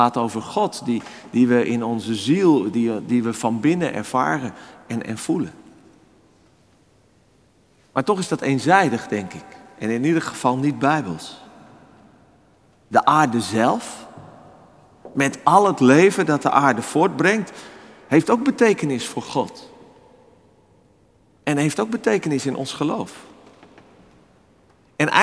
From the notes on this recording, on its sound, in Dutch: Opgenomen op 4 februari 2024 in de Noorderkerk te Amsterdam